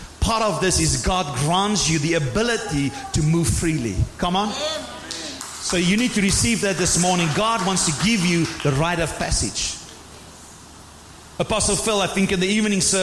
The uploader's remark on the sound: Sunday morning service 11 February 2024. Proton Believers - Sunday morning service.